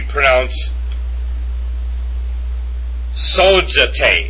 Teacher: it would be pronounced sozetai, with the accent on the omega